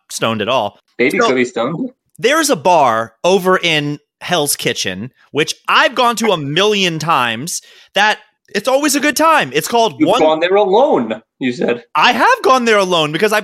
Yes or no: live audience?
no